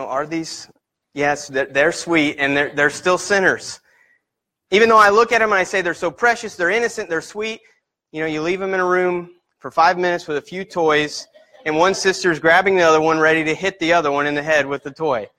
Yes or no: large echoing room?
yes